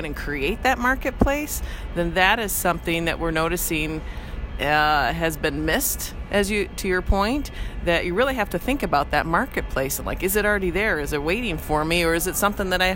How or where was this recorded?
busy venue